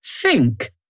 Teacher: we'll lose the th sound and use f instead